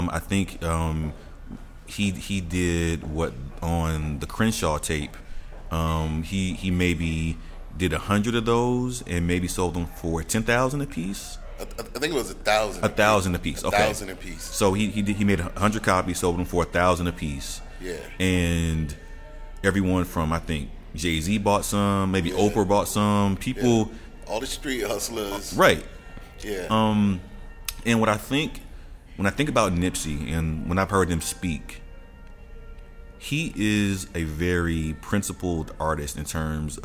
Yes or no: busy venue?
yes